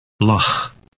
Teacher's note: Dutch L is similar to an English L, except that the tongue is slightly more forward.